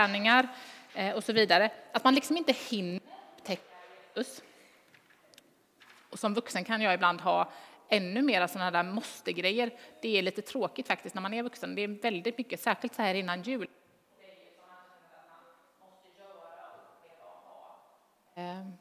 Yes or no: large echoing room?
yes